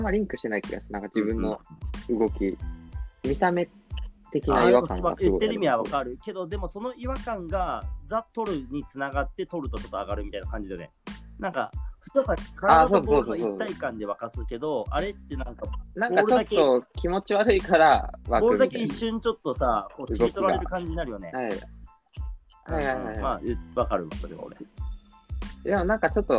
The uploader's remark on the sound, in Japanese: リモート収録。